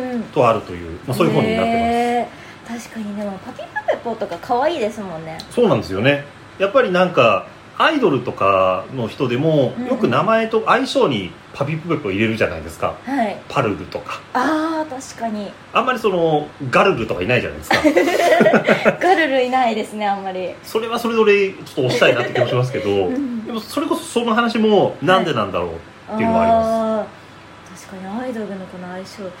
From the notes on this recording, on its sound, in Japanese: 録音の不備により、多少のノイズが混ざっております。